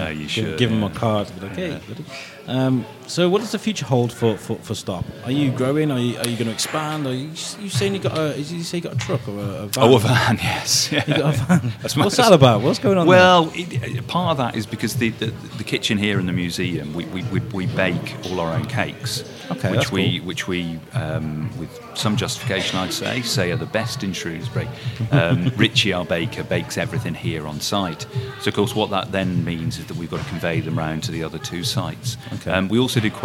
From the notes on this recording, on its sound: THIS EPISODE FEATURES 2 INTERVIEWS. BOTH INTERVIEWS ARE SET IN BUSY CAFES, WHICH IS A SOUND I REALLY LIKE. RECORDED AT BIRDS NEST CAFE SITUATED IN THE MARKET HALL.